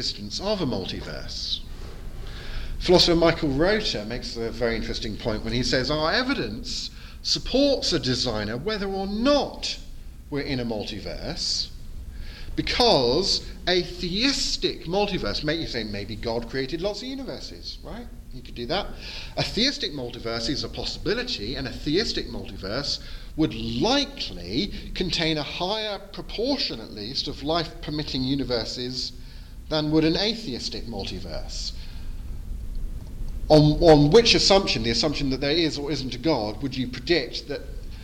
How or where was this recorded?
live audience